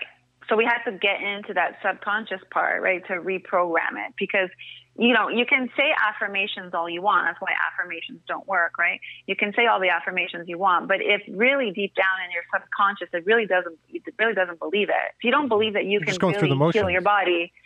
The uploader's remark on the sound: an incredible phone call